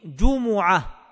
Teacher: الجمعة، لفظ الجمعة بارك الله فيكم فيه 3 لغات. اللغة الأولى ضم الجيم والميم